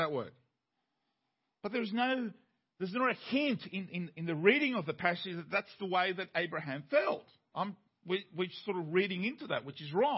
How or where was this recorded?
large echoing room